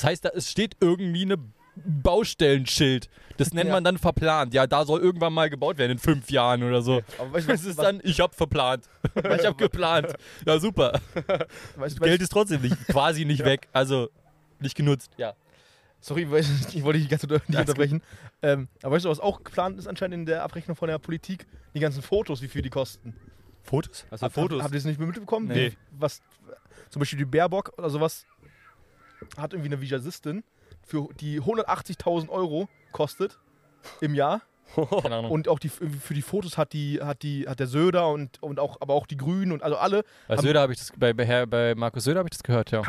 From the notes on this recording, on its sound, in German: Wir haben diese Folge direkt an einem der Brandenburger Seen aufgenommen.